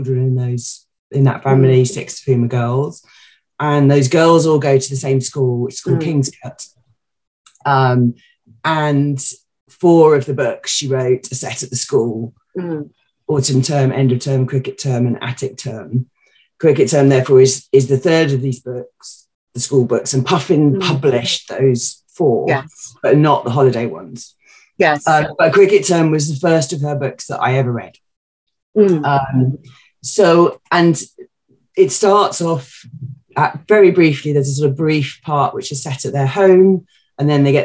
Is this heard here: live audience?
no